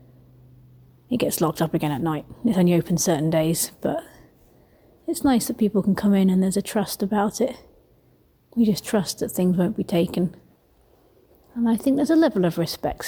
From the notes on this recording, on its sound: As I wandered around our local one I recorded my thoughts out loud. I take you down to the local church graveyard with me, where I record a few of my musings.